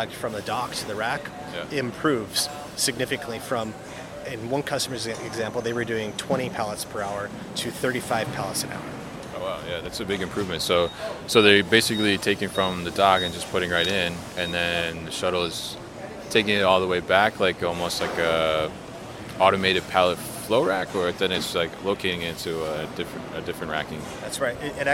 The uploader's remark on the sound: at The Raymond Corporation's MODEX 2020 booth